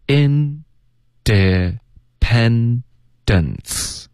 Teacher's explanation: 结尾这个 n 的音注意舌尖得顶上颚